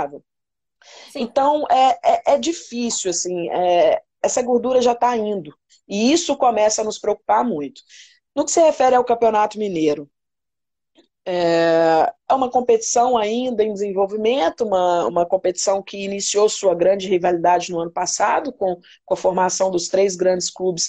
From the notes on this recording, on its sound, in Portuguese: Rolou uma live no meu instagram